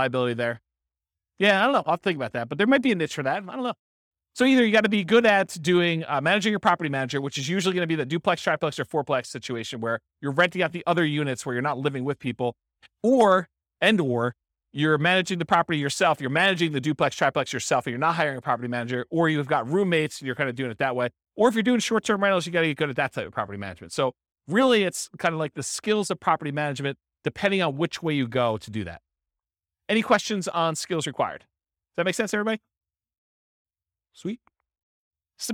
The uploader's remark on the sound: This was a live class recorded